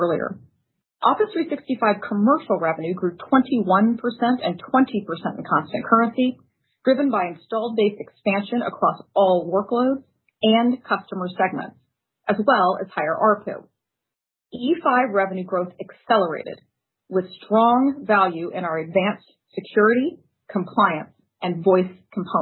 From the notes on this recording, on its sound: Conference Call